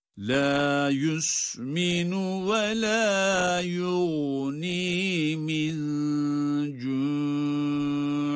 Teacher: Sonra cu derken de med ile, yani uzatarak durduğumuz için, uzatarak durduğumuz için burada harekeli harf de sükuna dönüşmesi itibariyle meddi arız olarak 4 elif miktarına kadar uzatma hakkı oluşuyor